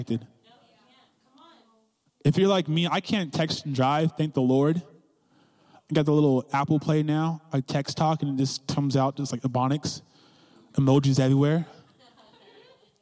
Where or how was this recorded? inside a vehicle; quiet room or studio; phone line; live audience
live audience